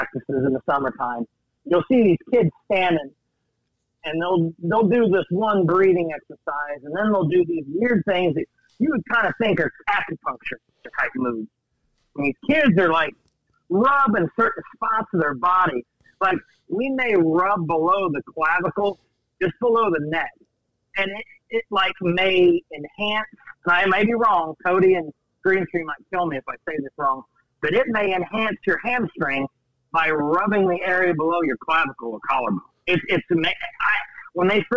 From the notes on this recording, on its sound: caught his breath long enough to give us a call in the garage